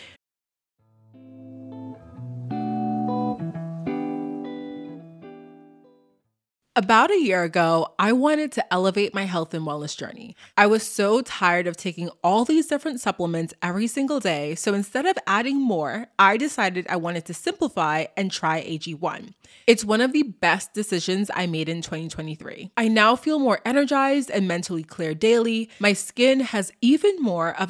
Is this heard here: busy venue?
no